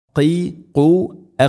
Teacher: ഖാഫ് നേരത്തെ പറഞ്ഞതുപോലെ തൊണ്ടയുടെ മുഗൾ ഭാഗവും കഴിഞ്ഞിട്ടുള്ള ചെറുനാക്കിൻ്റെ ആ ഭാഗമാണ് അതിൻ്റെ മഖ്റജ്